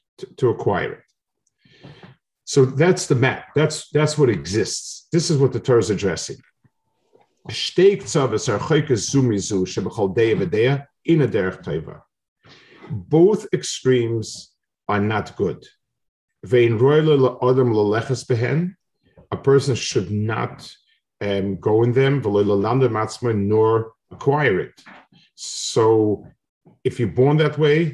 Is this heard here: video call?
yes